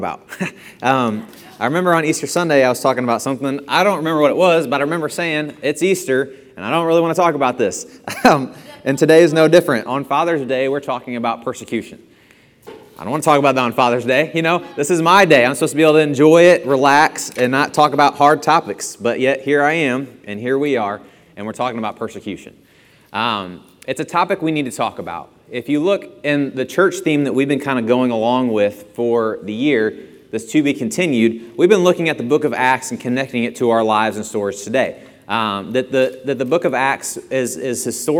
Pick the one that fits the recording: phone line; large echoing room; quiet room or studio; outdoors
large echoing room